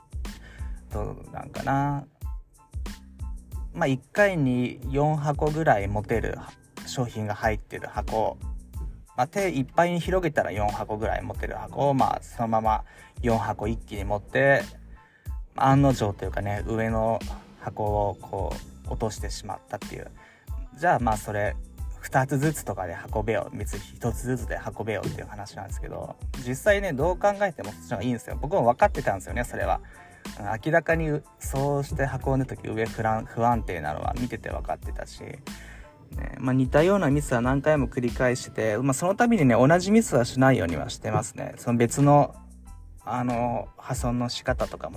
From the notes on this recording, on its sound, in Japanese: 仕事でミスり上司に叱られた直後に社用車の中からスマホ直取りでテンション下げ下げのまま録音しました。